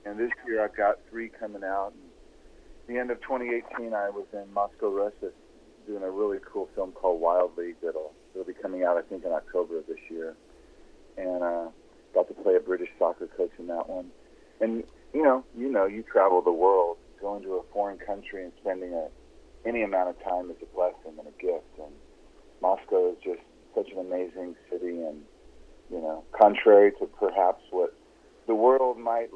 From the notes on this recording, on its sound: on the phone